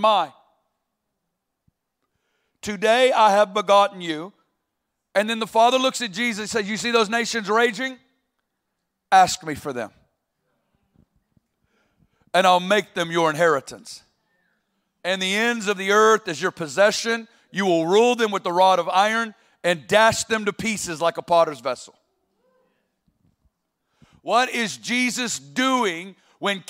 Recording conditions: live audience